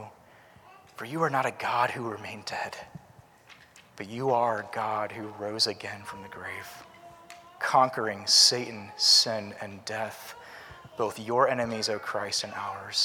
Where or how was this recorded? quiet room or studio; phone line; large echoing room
large echoing room